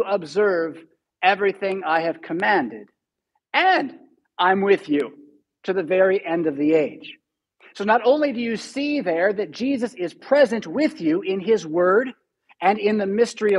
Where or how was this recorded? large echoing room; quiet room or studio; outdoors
large echoing room